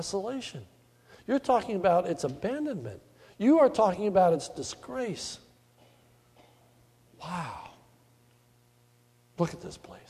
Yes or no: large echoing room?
yes